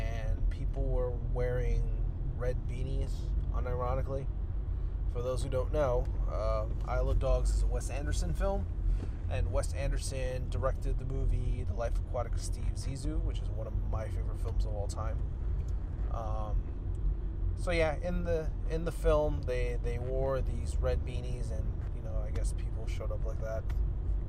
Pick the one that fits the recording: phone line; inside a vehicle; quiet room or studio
inside a vehicle